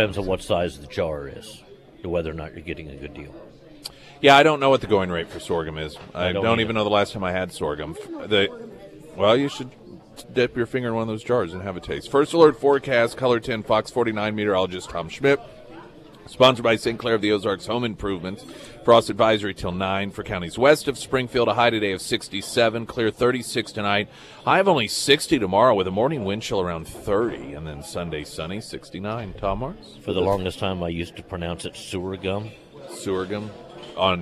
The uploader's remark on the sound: live at Scramblers Diner.